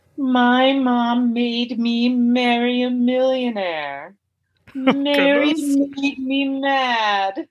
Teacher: The common denominator in these is that I'm using an M, a hum, to really focus my sound forward.